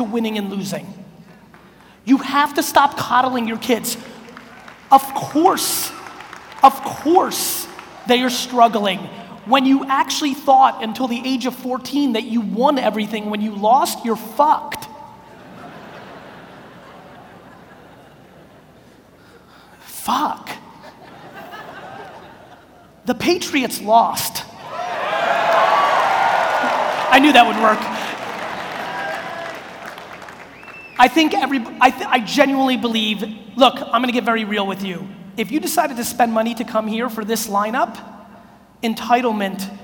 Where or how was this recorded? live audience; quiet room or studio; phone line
live audience